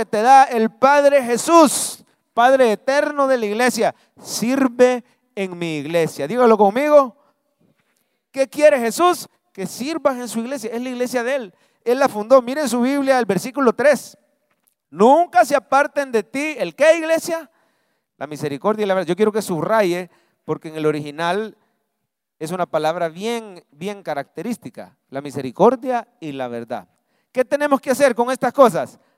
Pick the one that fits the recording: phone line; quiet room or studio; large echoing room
large echoing room